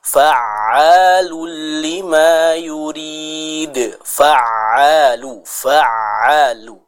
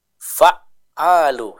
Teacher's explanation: cara membacanya adalah dengan kita mengalirkan suara yang ada pada huruf ain tersebut · Shown in: first take · Term: huruf ain yang bertasydid